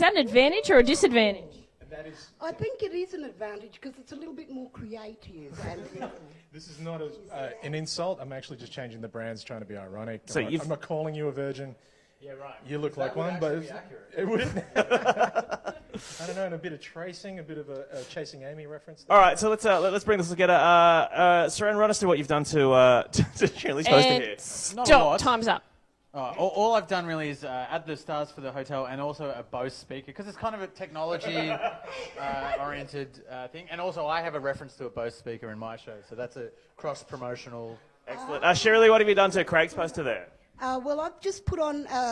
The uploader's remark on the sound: Live from Mantra on Russell. Six at 6 coming at you live every day of the Festival.